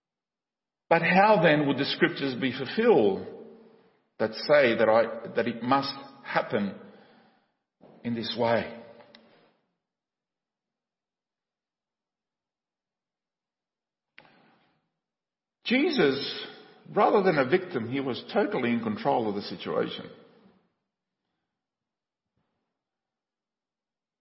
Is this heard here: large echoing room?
yes